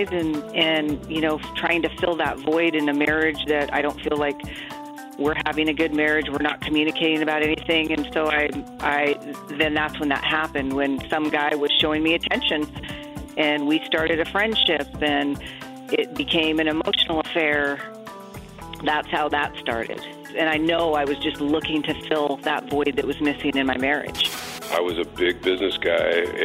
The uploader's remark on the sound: Once more we opened up our phone lines and gave you the opportunity to get your questions answered